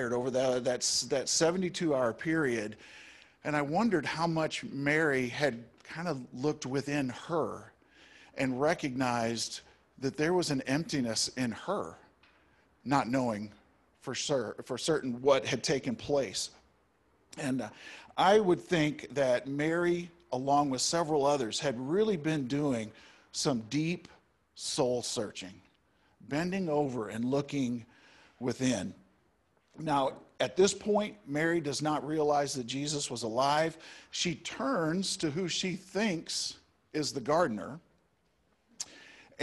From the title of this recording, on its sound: Easter Service! Live and Zoom (Audio)